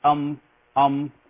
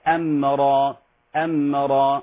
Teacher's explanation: لعل بعض الإخوة يقع في تفخيم الميم لمجاورتها للراء المفخمة · Shown in: first take · فلا نقول أم أم، قد يقعون في تفخيم الهمزة أيضا، فهي أمرا أمرا.